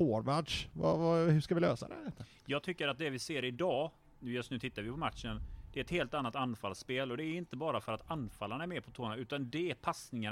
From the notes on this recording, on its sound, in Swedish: Åter på puben och tjötar LIVE on tape medan Blåvitt spelar mot Bajen i Svenska Cupen... I ett oredigerat "unplugged"-avsnitt från verkligheten.